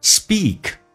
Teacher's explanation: 长元音嘴角咧到极限，E, speak